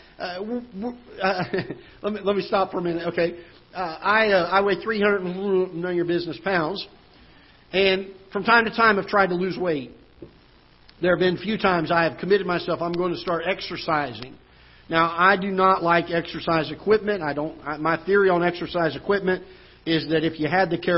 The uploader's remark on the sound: Ketha Heights Baptist Church ~ Live Broadcast